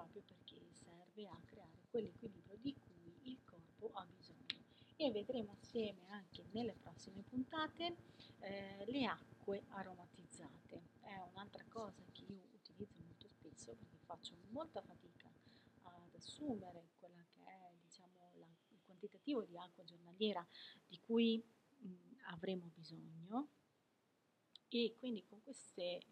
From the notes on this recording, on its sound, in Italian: perdonate l'audio ma non sono ancora dotata di microfono super tecnologico e professionale.